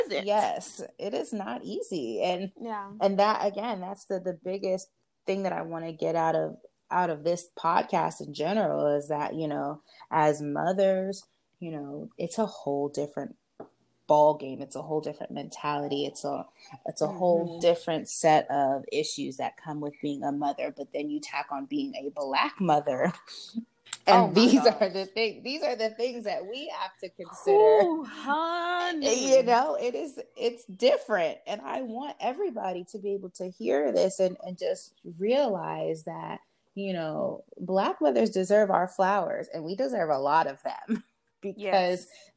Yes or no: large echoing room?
no